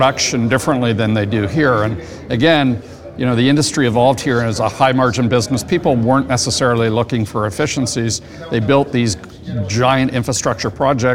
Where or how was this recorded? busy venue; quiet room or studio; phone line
busy venue